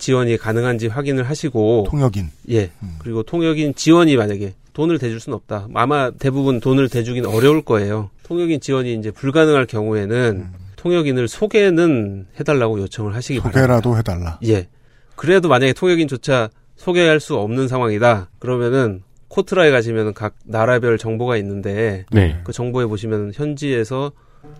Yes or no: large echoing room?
no